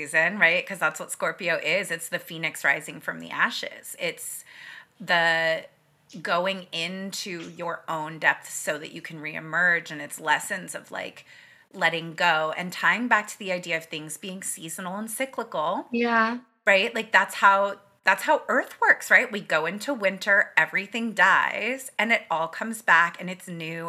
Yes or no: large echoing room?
no